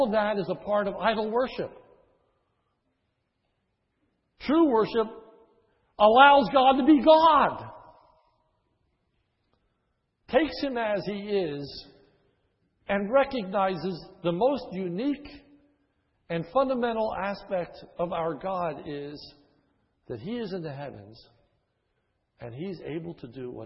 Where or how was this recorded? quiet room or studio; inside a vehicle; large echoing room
large echoing room